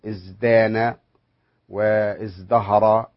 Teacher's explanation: الزاي أو الدال حين تأتي بعدها في صيغة افتعل التاء، هذه التاء لابد أن تبدل دالا لمناسبة الجهر السابق عليها، فصرنا نقول ازدانا وازدهرا إلى آخره على هذا النحو وبهذه الصورة.